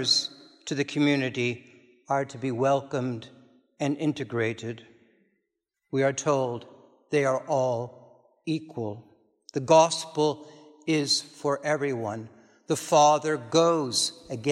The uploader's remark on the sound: This is a recording from the service of Holy Communion according to the Book of Common Prayer (1662). Unfortunately, the full service was not recorded. This is a recording of the sermon only.